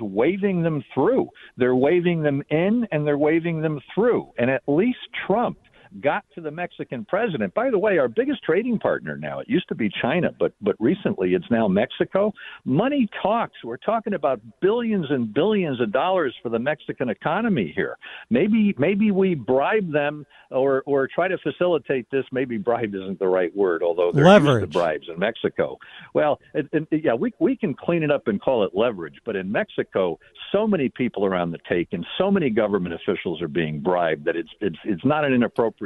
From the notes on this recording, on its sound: take phone calls